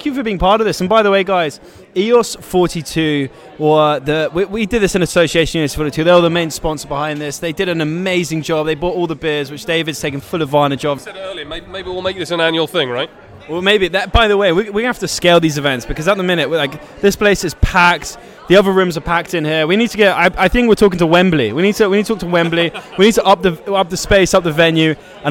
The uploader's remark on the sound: In today's episode comes to you live from SVK Crypto's biggest event to date